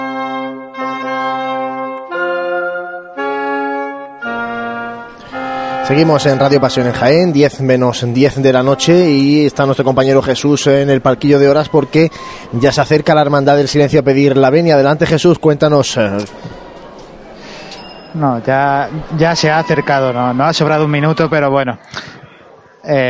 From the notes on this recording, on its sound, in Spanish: Conectamos en directo con la Plaza de las batallas, por donde transcurre la cruz de guía. Emitimos los "sonidos del silencio".